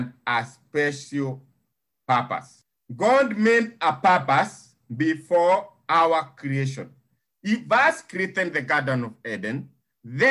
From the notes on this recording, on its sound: Thank you for praying and joining Living Effectively zoom meeting. To hear our children reading the scriptures is a blessing.